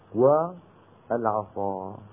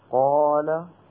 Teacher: قال العصا أفخم من قال، ليه؟ قال لأن الصاد فيها صفة الاستعلاء والإطباق، أما القاف ففيها صفة الاستعلاء وليس فيها إطباق بل هي منفتحة